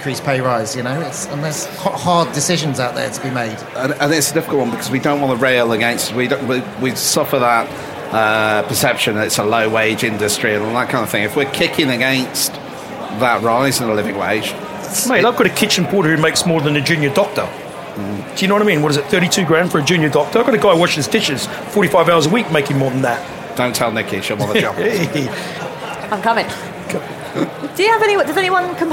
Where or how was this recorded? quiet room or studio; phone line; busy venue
busy venue